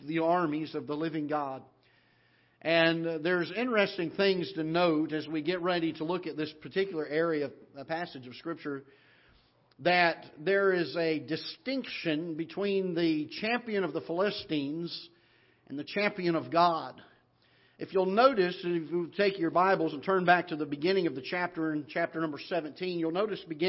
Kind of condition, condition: setting, large echoing room